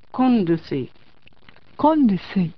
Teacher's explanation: KOR の語尾の R とルスイの RUSUY の語頭の R が続くと N に変化します · Term: 音韻変化